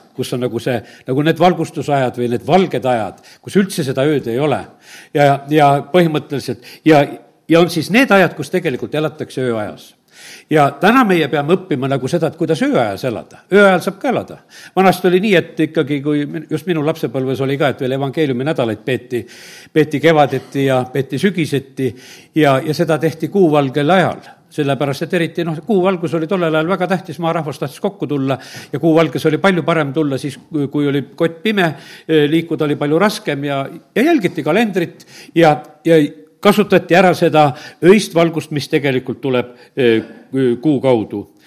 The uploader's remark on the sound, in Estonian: Audio salvestus koosolekult